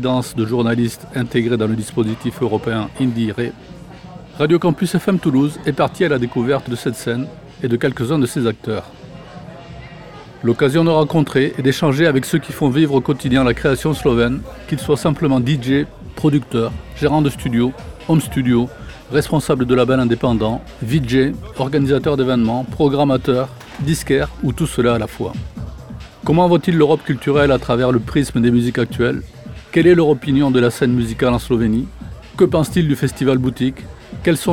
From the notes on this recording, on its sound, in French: Butik Festival, experience in Tolmin (SL). Prises de sons réalisées en Slovénie, à Ljubljana et à Tolmin, entre le 13 et 16 juillet 2022 durant la 4ème édition du festival de musiques électroniques, Butik.